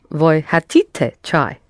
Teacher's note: You don't have to accent чай. You have already accented хотите.